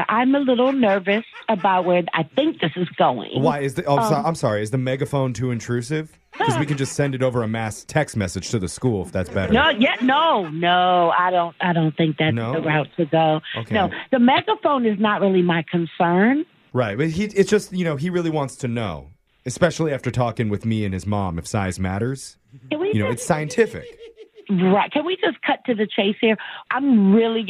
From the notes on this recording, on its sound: Phone Tap.